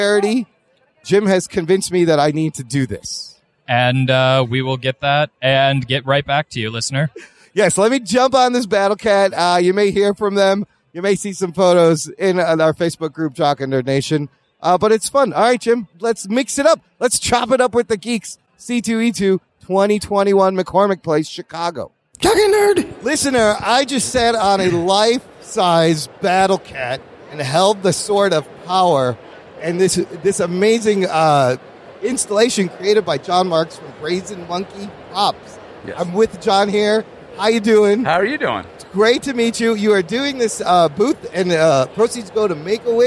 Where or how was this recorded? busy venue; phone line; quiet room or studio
busy venue